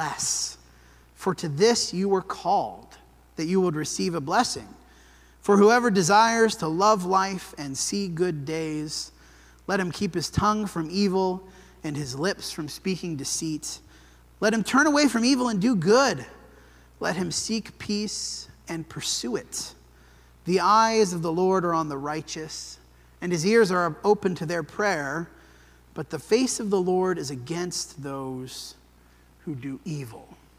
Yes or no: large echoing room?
yes